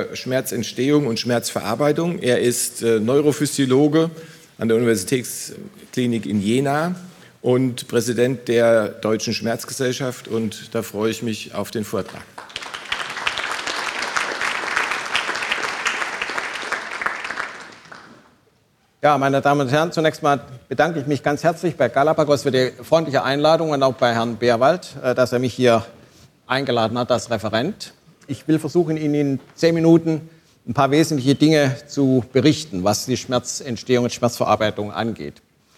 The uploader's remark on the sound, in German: Live vom DGRh-Kongress 2023. Interdisziplinäres Symposium vom DGRh 2023. Live vom DGRh-Kongress 2023.